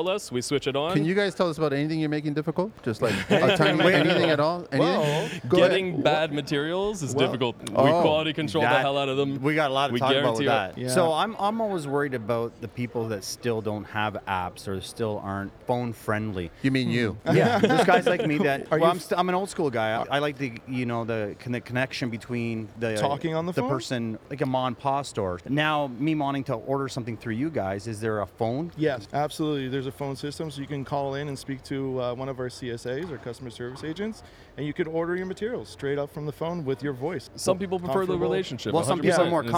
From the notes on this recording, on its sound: Recorded live at the recent Buildings Show in Toronto.